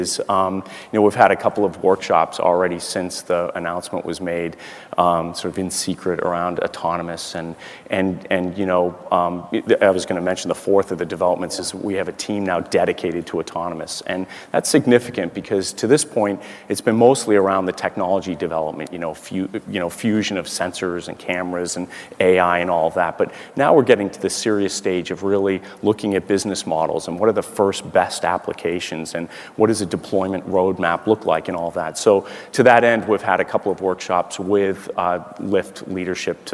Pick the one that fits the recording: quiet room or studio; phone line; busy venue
busy venue